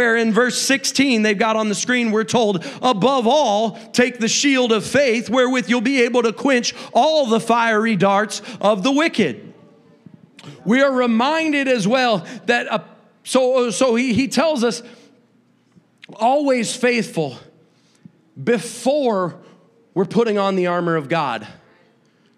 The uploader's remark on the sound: a service recording from Connect Point UPC